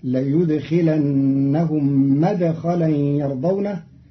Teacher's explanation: قرأ قالون مدخلا بفتح الميم